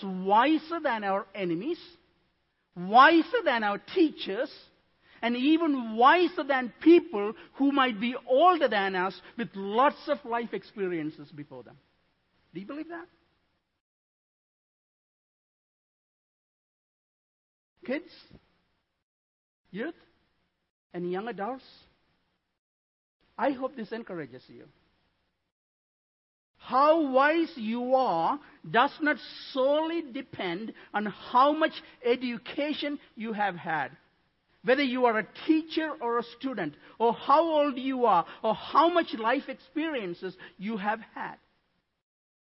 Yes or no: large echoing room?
yes